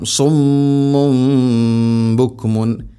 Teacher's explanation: ഇവിടെ തൻവീനു ശേഷം അല്ലെങ്കിൽ സാക്കിന നൂനു ശേഷം ബ വന്നാൽ അതിനെ തൻവീനിനെ അല്ലെങ്കിൽ സാക്കിന നൂനിനെ മീമാക്കി അഥവാ ഇഖ്ലാബ് ചെയ്യണം, മാറ്റി മറിക്കണം. തൻവീനിനെയോ സാക്കിന നൂനിനെയോ മീമാക്കി ഉച്ചരിക്കണം